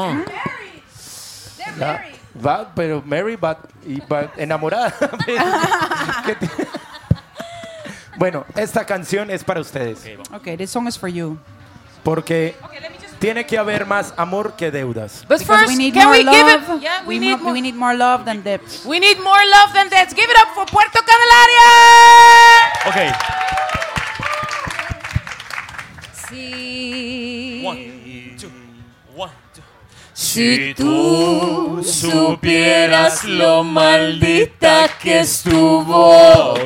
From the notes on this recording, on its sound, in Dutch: voor een live audience